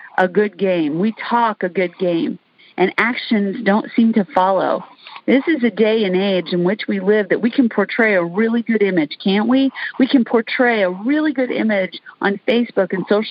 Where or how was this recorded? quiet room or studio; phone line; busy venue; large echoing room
phone line